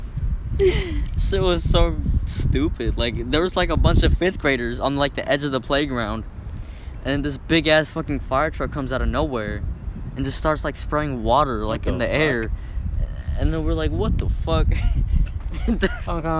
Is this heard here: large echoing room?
no